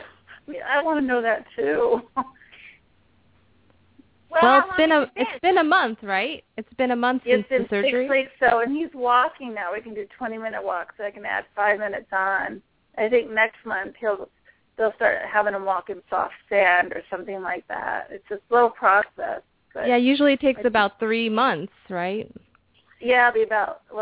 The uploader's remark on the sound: open up the lines for listeners to call